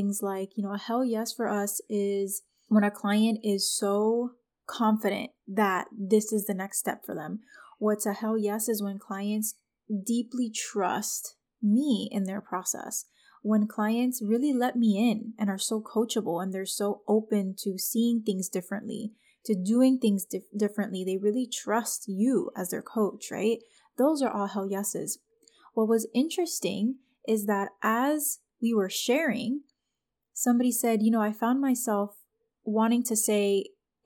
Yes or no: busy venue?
no